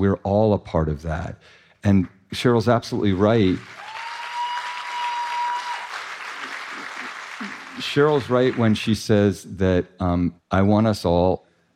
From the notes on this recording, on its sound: Dear Sugars returns to Portland, Oregon, for another epic live show